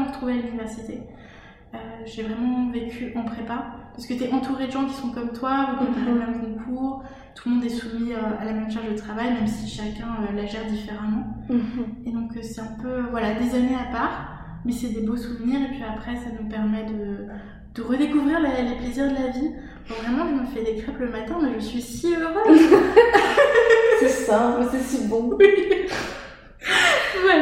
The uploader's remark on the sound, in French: Nous avons enregistré cet épisode en plein déménagement de mon appartement qui était alors presque vide, aussi nos voix résonnent quelque peu, je vous prie de m'en excuser !